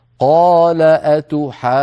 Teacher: صار عندنا ثلاثة تطويلات في كلمة أتحاجوني، تطويل الألف، تطويل الواو، تطويل الغنة في النون المشددة